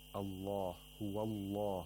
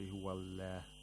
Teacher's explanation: The lam of Allah is pronounced with taghlil because it's preceded by a letter with a fatha, so we have to pronounce it with thickness. · Shown in: first take